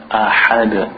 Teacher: A little bit more air, you make it from the middle part of the throat.